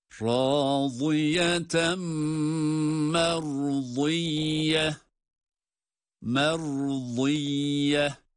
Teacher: Râziyeten, zad harfi hem kalın hem kendine ait sesiyle râziyeten şeklinde okunsa da bir sonraki kelimeyle beraber okunması halinde itgam ma'al gunne yaparak telaffuz ediyoruz